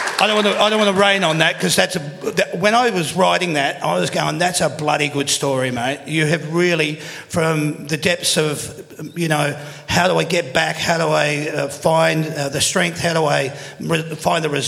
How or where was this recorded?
busy venue